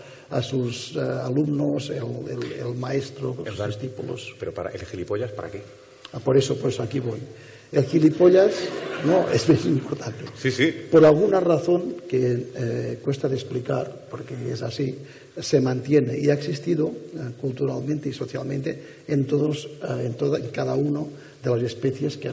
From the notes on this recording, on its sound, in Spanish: En el más brutal festival de la ciencia, en la mejor celebración de la racionalidad y el progreso que tiene lugar en la península ibérica [el Naukas 2015 en la UPV] nos marcamos un Media2 muy especial. Se prestaron a una tertulia en vivo en Bilbao. Cortesía de ETB.